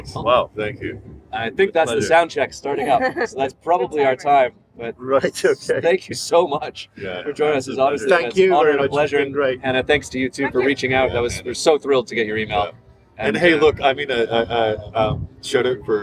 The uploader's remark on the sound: Aboard the Pilgrim at the world's largest sea music festival in Paimpol, Brittany for a chat and a sing in between sets.